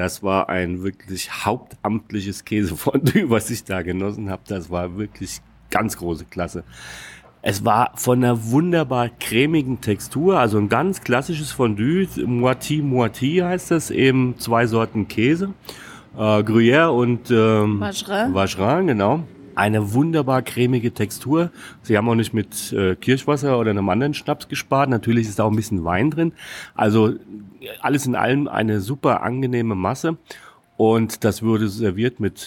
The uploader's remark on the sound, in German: Wir gehen mit dir durch das Maison du Gruyères in Pringy-Gruyères, berichten über die Schaukäserei. Du bekommst live mit, wie wir im Restaurant typische Käsegerichte.